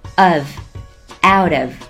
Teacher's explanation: Out 和 of 可以连起来说成 outof。 of 里的字母 f 需要咬一下嘴唇。